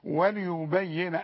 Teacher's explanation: ما تتكيش على الياء دي ما تغنهاش بحققها لكن لا تغن. الحرف اللي عليه شدة لا يغن بحققه لأنه هو اتنين حرف.